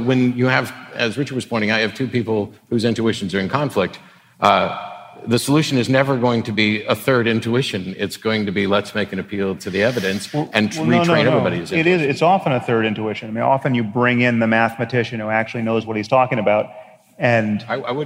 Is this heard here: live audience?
yes